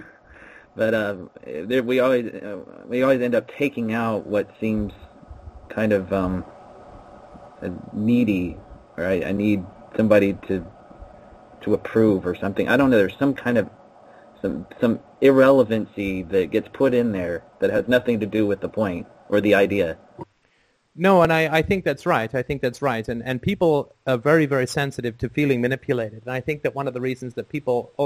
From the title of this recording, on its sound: Sunday Call In Show